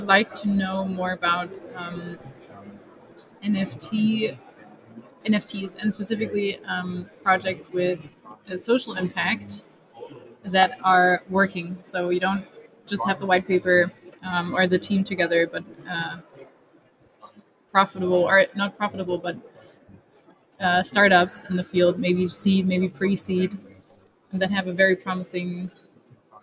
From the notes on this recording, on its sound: LIVE at the Crypto Assets Conference 2023A in Frankfurt